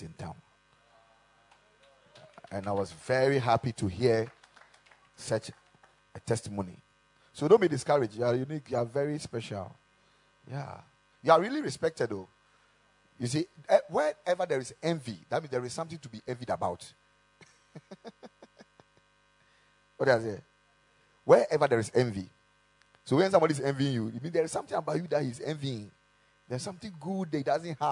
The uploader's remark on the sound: Preached at the Ekklesia Chapel.